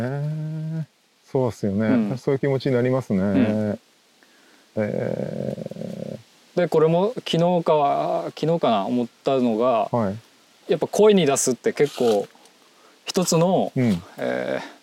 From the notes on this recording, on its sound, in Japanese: 森の中を歩きながらおしゃべりしました。気持ち良い秋晴れの森の中。